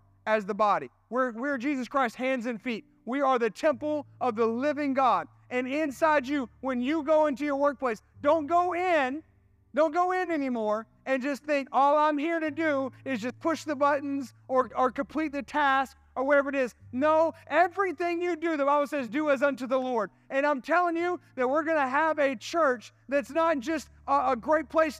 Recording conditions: large echoing room